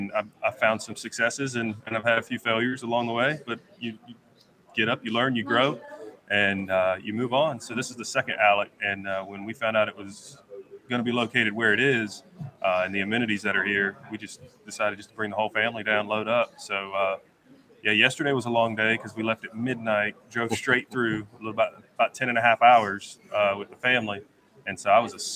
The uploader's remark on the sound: LIVE from the American Legislative Exchange Council Annual Conference. LIVE FROM ORLANDO at the AMERICAN LEGISLATIVE EXCHANGE COUNCIL ANNUAL EXCHANGE.